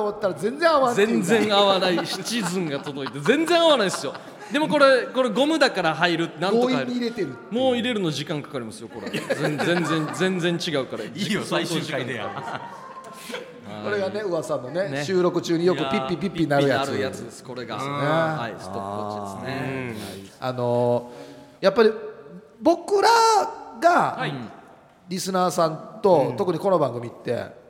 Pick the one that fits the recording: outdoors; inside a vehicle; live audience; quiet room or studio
live audience